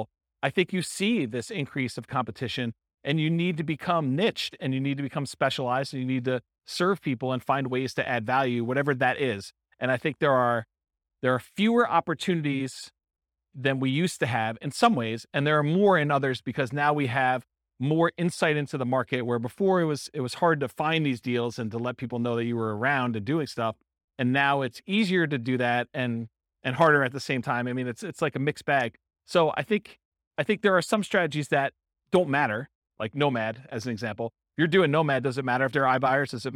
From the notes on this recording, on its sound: This was a live class recorded